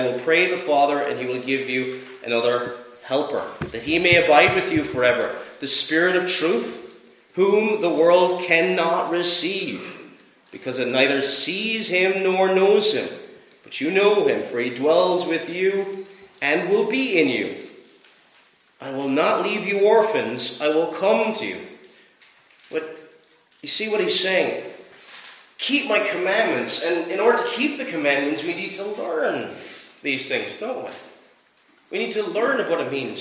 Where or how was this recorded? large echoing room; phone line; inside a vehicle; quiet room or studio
large echoing room